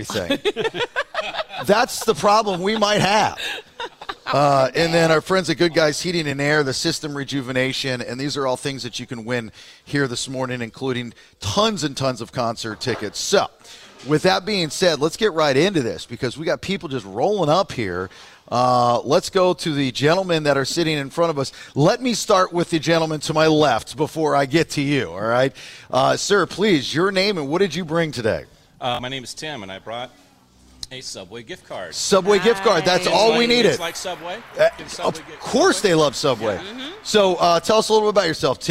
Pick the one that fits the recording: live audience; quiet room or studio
live audience